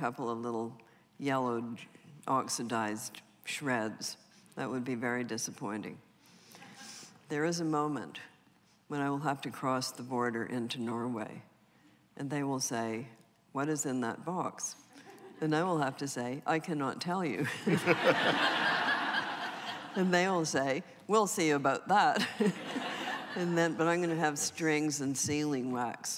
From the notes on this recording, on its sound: recorded December 3, 2014 in front of a live audience at New York's 92nd Street Y